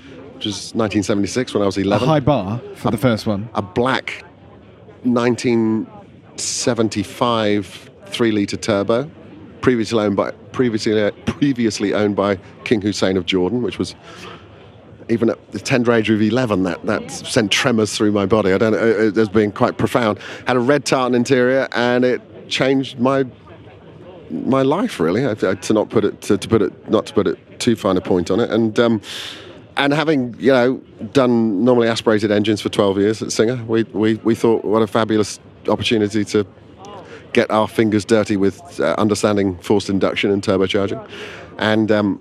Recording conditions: busy venue